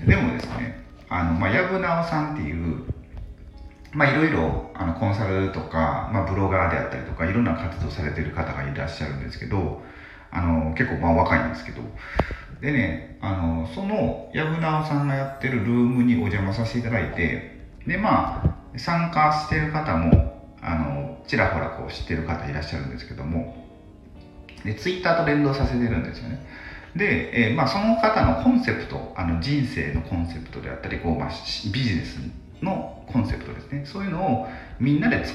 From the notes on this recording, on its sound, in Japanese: 風呂に入りながら収録したので 若干聴き辛いですが